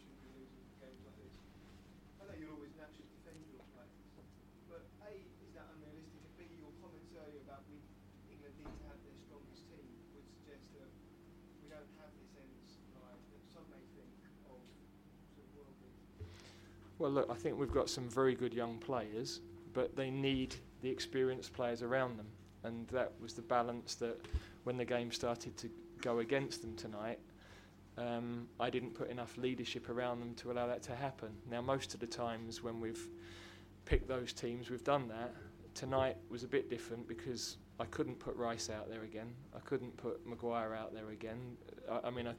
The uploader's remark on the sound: POST MATCH PRESS CONFERENCE